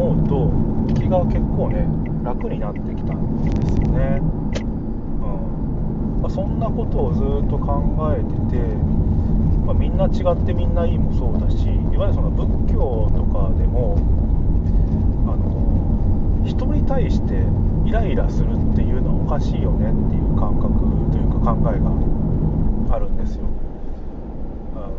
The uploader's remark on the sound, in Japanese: 車の中で収録。